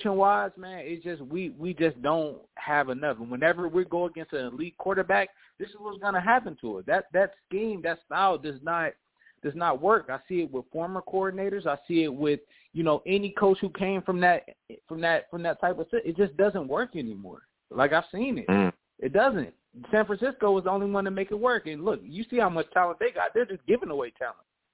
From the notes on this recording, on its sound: Live immediately after the Jets game against the Bengals, I sat down and discussed the game! The callers went crazy on this show and the takes were flying! I take live callers!